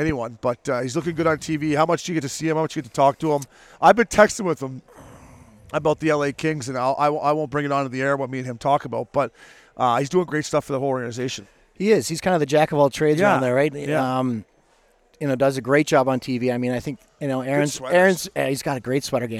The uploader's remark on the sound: Recorded at DK Sportsbook at TPC Scottsdale